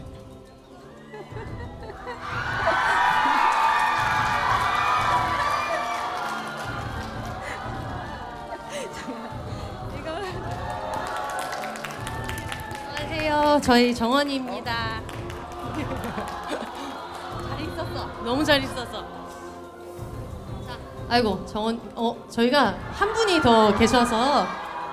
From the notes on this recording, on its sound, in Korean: 공개방송 추석맞이 고향방문. In 대전. 명절을 맞아 해방촌 가족들이 청취자 여러분을 만나러 대전에 왔습니다! 명절답게 정신 없고 따수웠던 공개방송 현장.